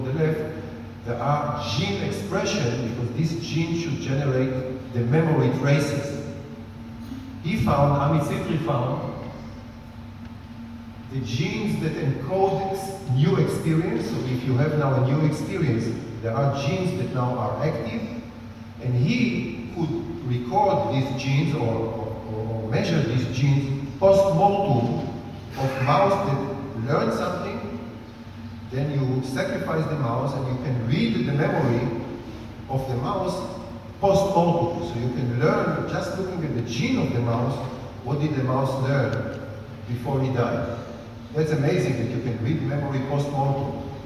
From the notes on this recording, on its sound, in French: Conférence "Art & Cerveau" à Nice. Diffusion de quelques extraits de la conférence "Art & Cerveau" organisée par l'UHJ France.